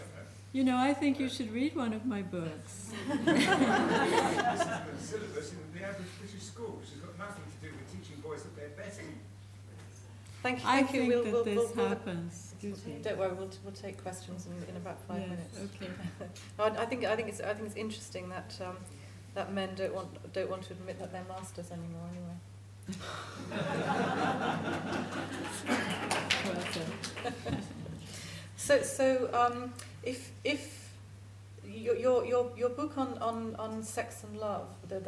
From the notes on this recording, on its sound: Recorded live at the ICA.